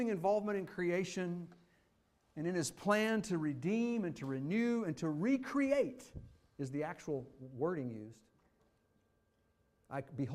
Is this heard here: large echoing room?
yes